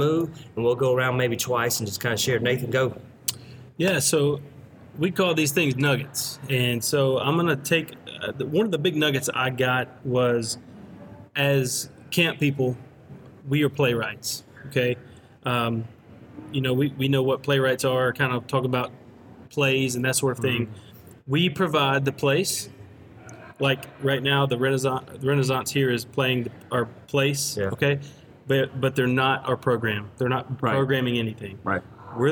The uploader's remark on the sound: Live from the National CCCA Conference in Palm Springs. We're live from the National CCCA Conference.